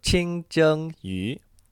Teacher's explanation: 清 in the first tone, 蒸 in the first tone, and 鱼 fish in the second tone